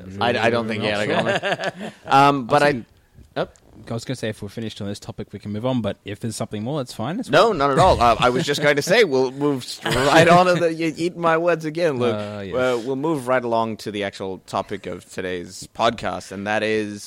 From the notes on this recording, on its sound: Recorded live at the Brunswick Street Bookstore.